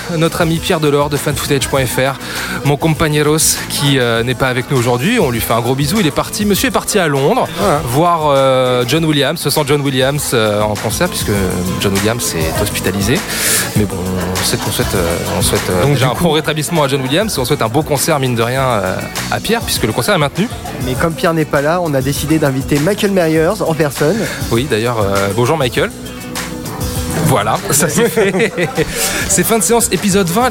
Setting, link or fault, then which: setting, busy venue